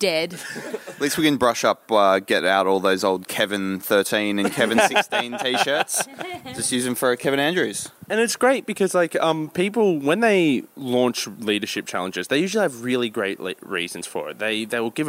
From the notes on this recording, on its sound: Recorded in situ at the Victoria Hotel during the 2016 Melbourne International Comedy Festival.